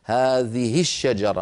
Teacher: إن اختل الشرط فلم تقع بين متحركين بأن سكن ما بعدها، هذه الشجرة مثلا، هذه الشجرة لا صلة فيها لأنها لم تقع بين متحركين